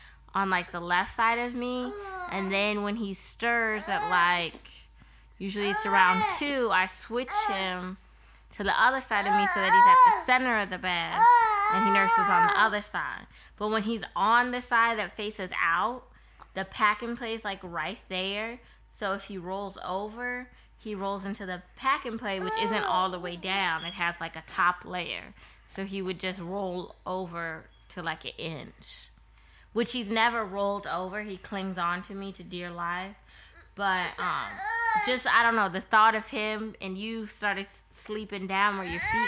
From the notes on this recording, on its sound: is very vocal during this recording.